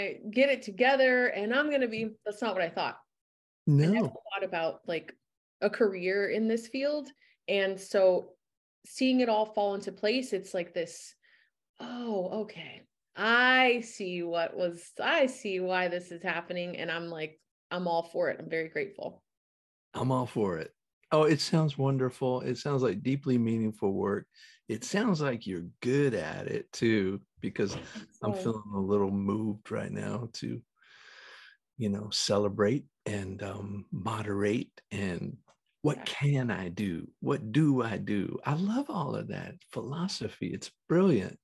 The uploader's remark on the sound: Recorded 12.06.2022 in Raleigh, NC & Los Angeles, CA on Zoom